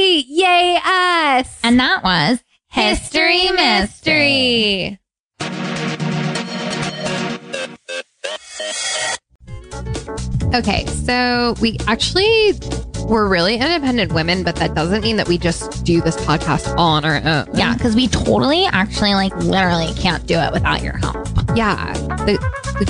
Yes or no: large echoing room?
no